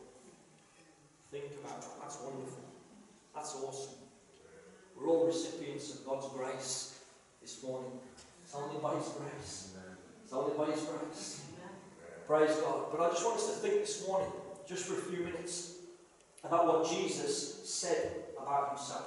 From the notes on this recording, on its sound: this is a live recording and at times the sound quality may not be the best due to external circumstances